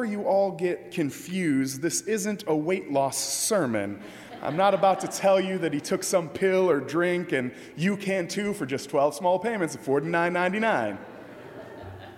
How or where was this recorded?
large echoing room